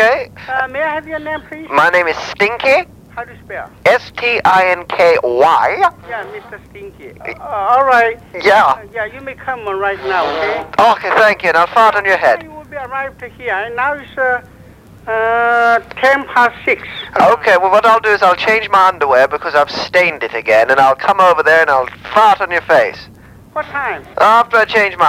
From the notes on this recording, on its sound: Prank Phone Calls